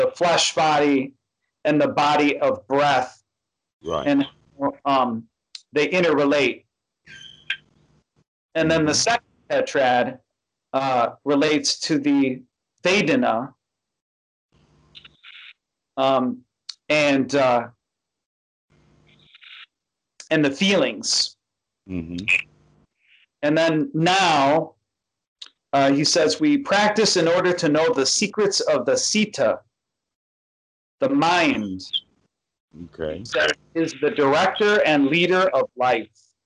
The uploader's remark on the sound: skype calls on this channel